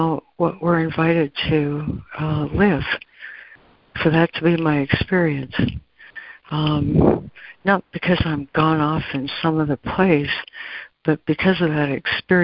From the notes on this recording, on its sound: ACIM Daily Conference Call.